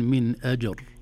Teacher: طبعا الحكم هنا هو التفخيم، راء ساكنة وقبلها الساكن لا يعتد به لكن قبلها فتحة، فنقول من أجر، لكن أحيانا تغلب علينا يعني اللهجة التي نستعملها فنقول من أجر، لكن أنت قرأتها بين الاثنين.